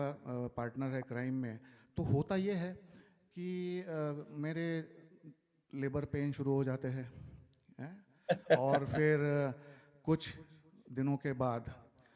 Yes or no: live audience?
yes